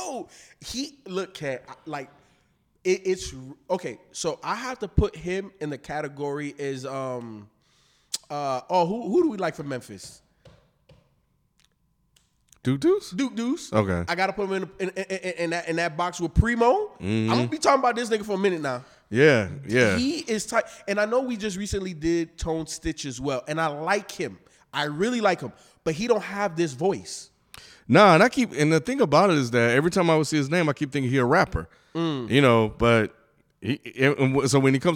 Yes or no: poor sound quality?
no